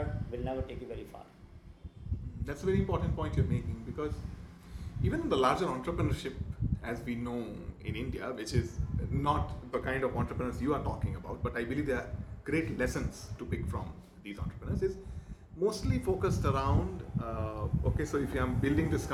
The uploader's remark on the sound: In this podcast, recorded in Ahmedabad in peak Navratri season (sorry about the background noise).